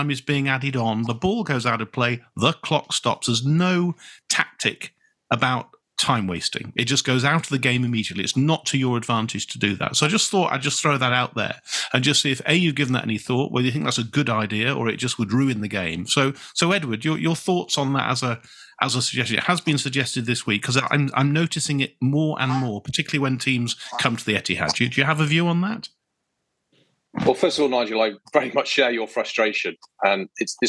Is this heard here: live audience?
no